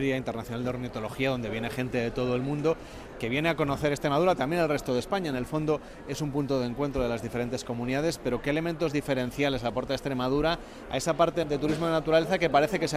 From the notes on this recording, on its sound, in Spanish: En directo, desde Villarreal de San Carlos, en el corazón del Parque Nacional de Monfragüe, nos sumamos a la celebración de la edición número 19 de la Feria Internacional de Turismo Ornitológico. Un evento que atrae a miles de personas de todas las partes del mundo que llegan a este santuario natural atraídos por la observación de las aves.